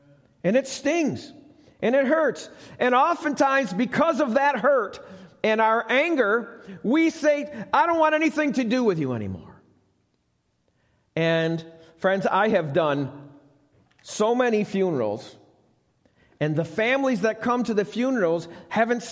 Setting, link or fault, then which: setting, large echoing room